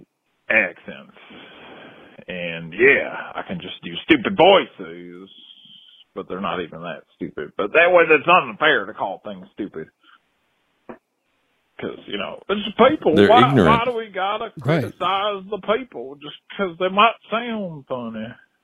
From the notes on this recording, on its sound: Takes live calls. Your voicemails.